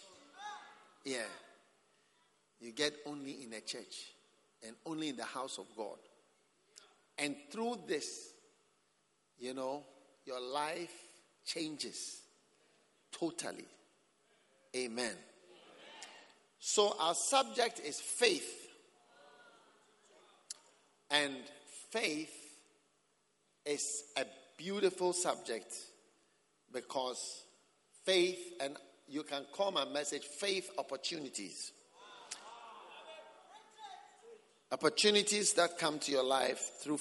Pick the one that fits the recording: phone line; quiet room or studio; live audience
live audience